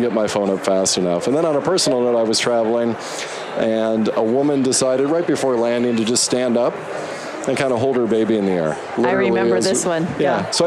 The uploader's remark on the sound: LIVE from Las Vegas, at #HRTechConf